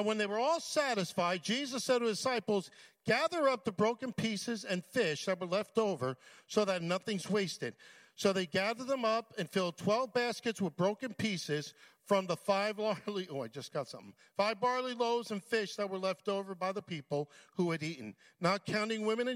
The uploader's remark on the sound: at Full Gospel Church Livingston, NJ.